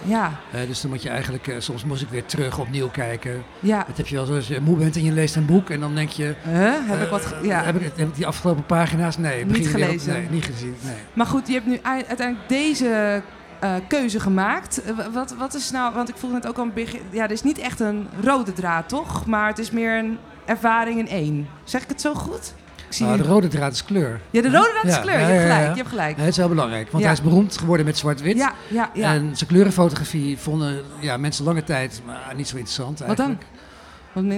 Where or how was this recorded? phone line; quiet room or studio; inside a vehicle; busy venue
busy venue